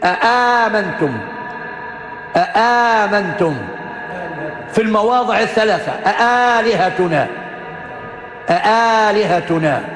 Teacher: يقرؤون بهمزتين محققتين الأولى والثانية والثالثة مبدلة ألفا · Term: تحقيق الهمزتين